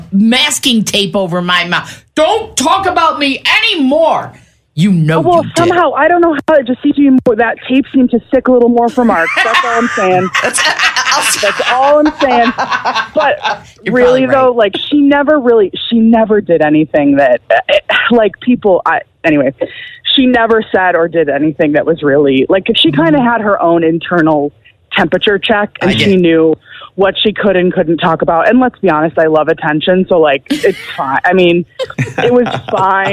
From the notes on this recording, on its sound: wanted to call